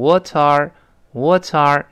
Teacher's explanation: 那个 t 跟元音 are 连到一块儿了 · Term: 连读